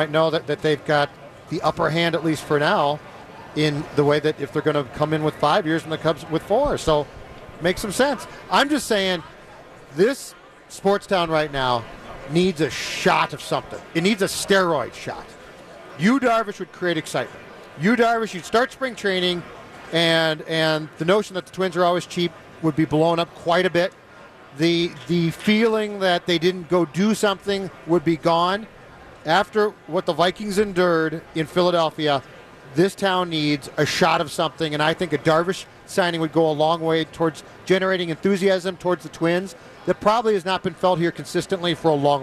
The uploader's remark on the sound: Live from Radio Row all week.